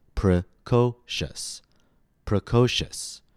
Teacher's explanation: So in order to maintain the alternating rhythm, we're going to make P-R-E, yes, you guessed it, unstressed, precocious, unstressed, stressed, unstressed, alternating rhythm. The end result is that the word is pronounced precocious, precocious.